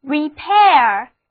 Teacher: 重音放在第二个音节上，这个单词就读作 repair